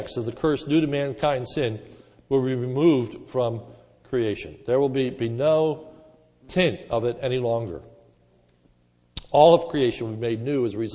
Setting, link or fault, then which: setting, large echoing room